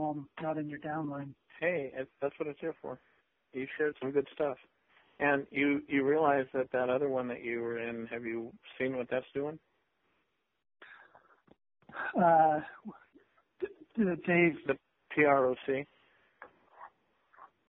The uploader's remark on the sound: Conference call